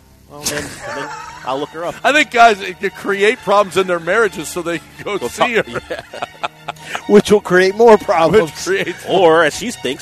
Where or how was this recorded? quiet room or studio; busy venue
busy venue